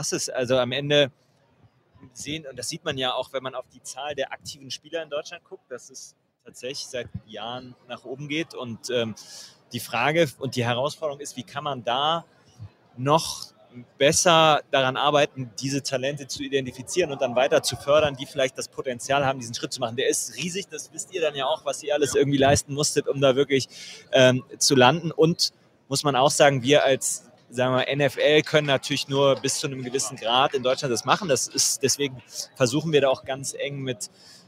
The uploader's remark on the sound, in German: hat live von Radio Row in Phoenix aufgenommen